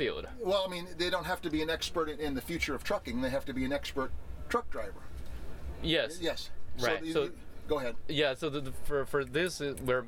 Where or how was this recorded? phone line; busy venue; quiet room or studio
busy venue